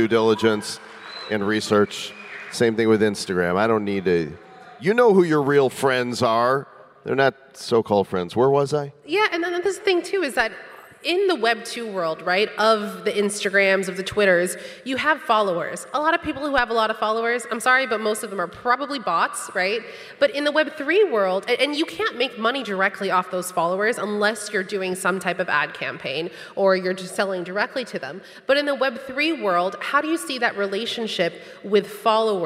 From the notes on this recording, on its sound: Bitcoin Miami 2022. We were recently invited to the keynote stage at The North American Bitcoin conference for a fireside chat. We have secured a recording of the session.